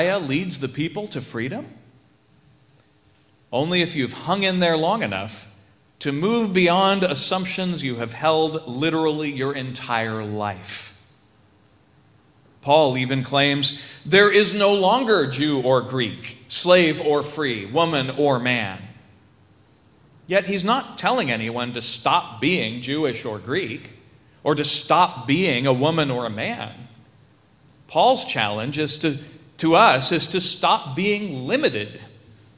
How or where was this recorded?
large echoing room